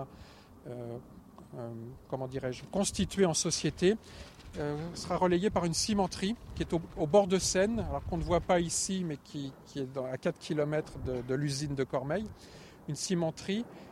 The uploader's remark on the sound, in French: Le podcast itinérant du très Grand Paris. Toujours à pied, toujours dehors.